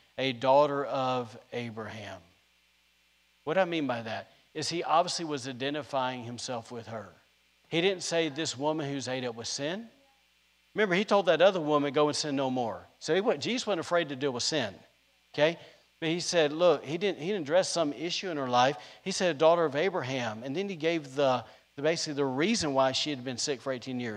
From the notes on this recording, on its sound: was recorded on Sunday, August 22nd, 2021, during service at The Anchor Church in Rockport, Maine.